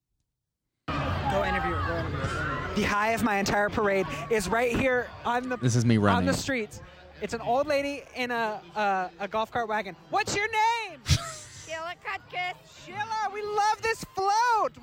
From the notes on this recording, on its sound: Take you to the streets and play audio from their time at the Holiday Parade near their house. There are guests, live commentary, and a lot of Christmas cheer.